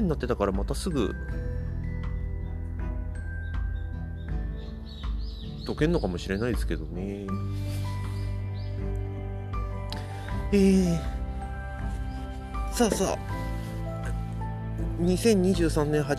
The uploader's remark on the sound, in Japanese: をのんびり歩きながらしゃべってみました。